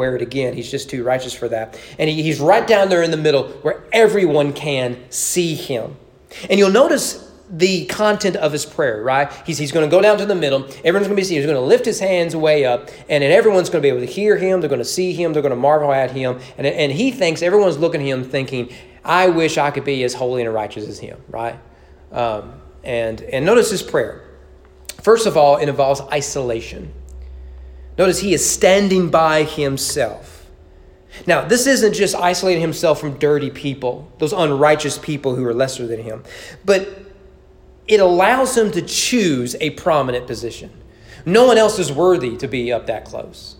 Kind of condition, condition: setting, large echoing room